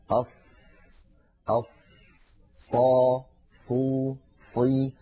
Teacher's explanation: الثنايا العليا. القدامى كانوا يتكلمون عن المكان الذي يصطدم فيه الصوت، فلما نقول أص نلاحظ بأن الصوت يصطدم بالصفحة الداخلية للثنايا العليا، ولكن لا نضع رأس لساننا هناك، فهذا خطأ قبيح جدا، · فوق الثنايا السفلى، وإن شئنا نقول من بين الثنايا العليا والسفلى. والمطلوب من القارئ أن يضع رأس لسانه منتهى الطرف عند الصفحة الداخلية للأسنان السفلى · Term: الصاد